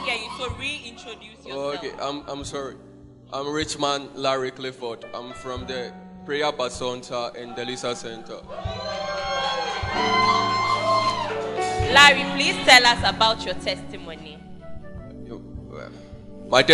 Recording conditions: large echoing room